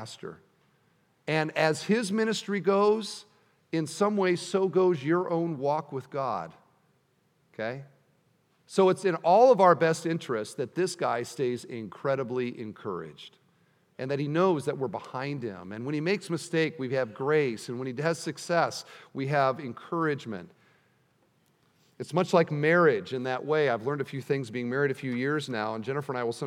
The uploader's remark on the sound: at the installation service